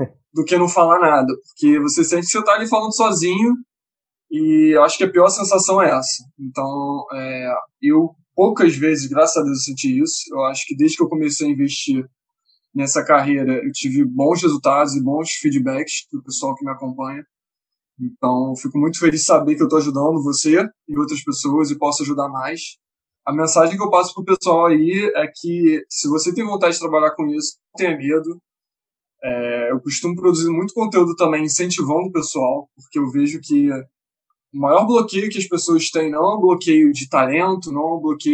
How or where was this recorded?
video call